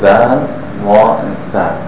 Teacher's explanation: All three of them, they come from the top front teeth, touching on the tip of the tongue.